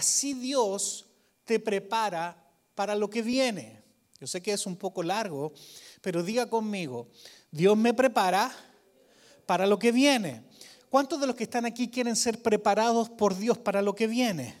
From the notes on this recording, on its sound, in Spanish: Grabado en vivo, en iglesia Visión Mundial Para la Familia, Arlington, Texas.